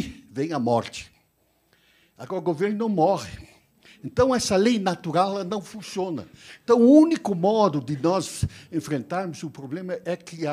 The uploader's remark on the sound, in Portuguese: Este é o áudio da Palestra Magna. No V SEMINÁRIO ABQ QUALIDADE SÉCULO XXI - A Era da Transformação, em 2018.